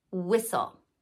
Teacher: This is only at the beginning of a word, like in whistle. Now, where I'm from, we pronounce WH the same as we pronounce W, W, but it might sound a little bit different where you're from, depending on accents.